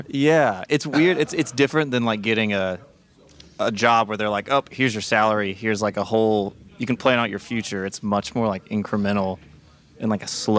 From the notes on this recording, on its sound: These Fairwell Fest episodes are recorded in the "green room area' of the festival and it is a much different environment than I'm accustomed. You'll notice the vibe is slightly different, but not in a bad way.